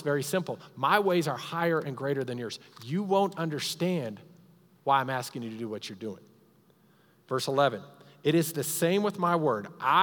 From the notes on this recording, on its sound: Recorded live during our Sunday morning service.